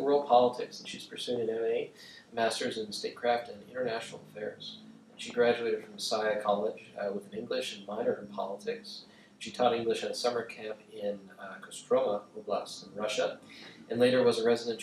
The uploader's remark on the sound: This lecture was presented on August 3, 2017. At the Institute of World Politics.